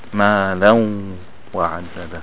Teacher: the noon, it joins the waw and they mix together